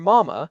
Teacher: A sound like M for mama is what linguists call a labial nasal. All you have to do is close your lips and let air go through your nose.